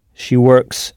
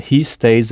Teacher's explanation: le S final se prononce « s » dans « she works » et « z » dans « he stays ». Tout dépend du son final du verbe nu, c'est-à-dire du verbe sans tout.